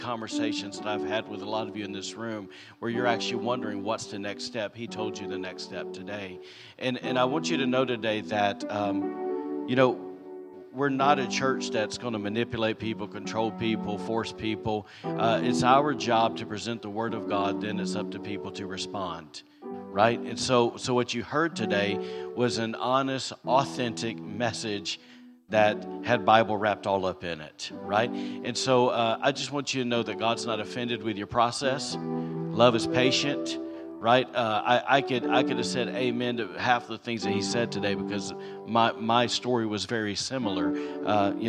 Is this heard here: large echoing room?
yes